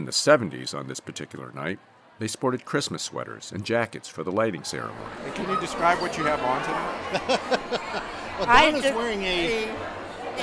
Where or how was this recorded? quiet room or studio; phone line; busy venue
busy venue